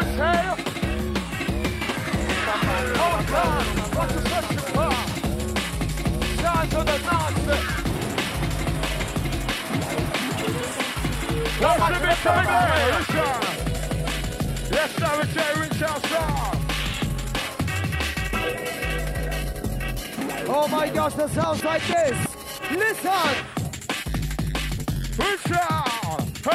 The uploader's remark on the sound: Recorded Live At ‘Xmas Party’